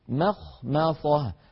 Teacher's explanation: مخمصة نأتي بالميمات مرققات وبالخاء والصاد مفخمتين